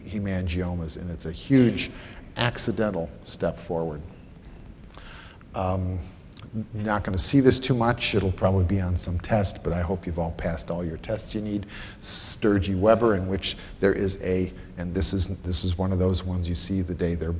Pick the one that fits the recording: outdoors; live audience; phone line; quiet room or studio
live audience